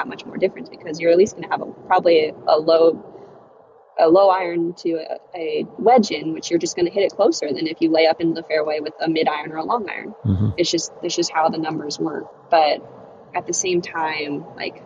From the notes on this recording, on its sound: We spoke while she was driving back to Charlottesville from Florida so the audio may get a little choppy at times at spots.